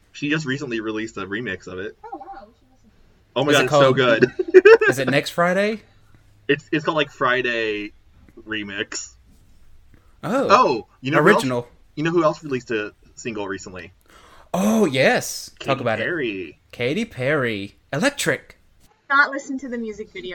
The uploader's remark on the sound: 50 minutes had to be edited out! Apologies again for our audio issues.